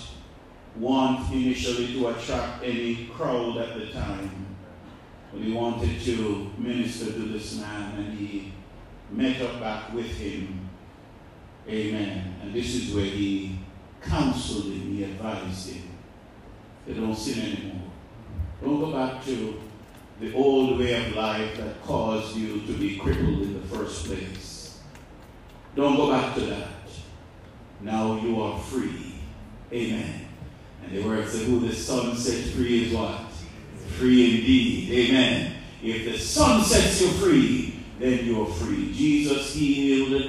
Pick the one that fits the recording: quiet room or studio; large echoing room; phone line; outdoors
large echoing room